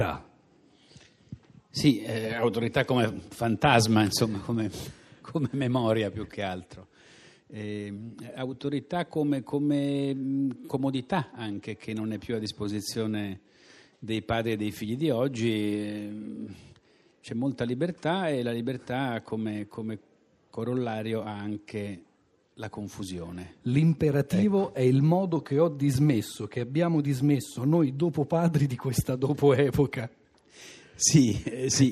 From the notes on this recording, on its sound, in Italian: In diretta da Libri Come